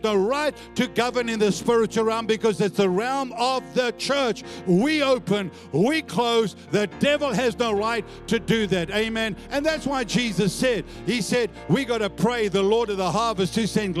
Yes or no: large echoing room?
yes